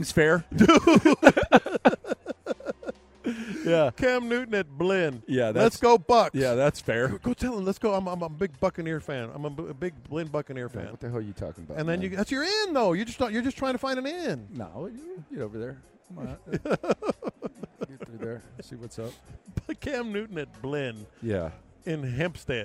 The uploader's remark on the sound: Live from Radio Row